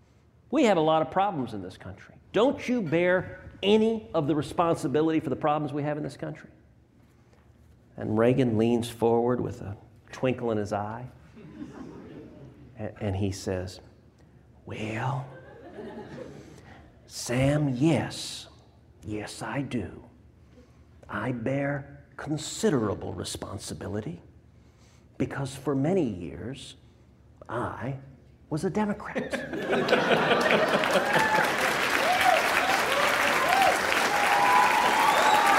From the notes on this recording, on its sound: LIVE from Miami at YAF’s Freedom Conference. Audience members from across the country ask their questions in a special live mailbag segment.